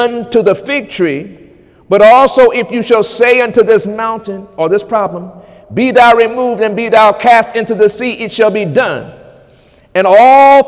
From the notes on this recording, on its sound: During Sunday morning service on May 6, 2018